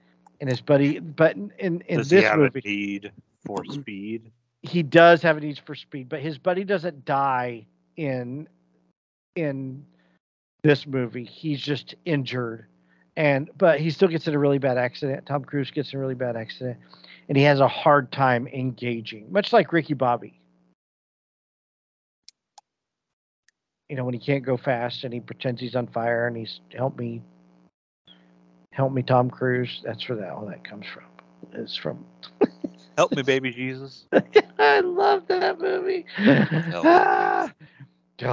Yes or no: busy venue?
no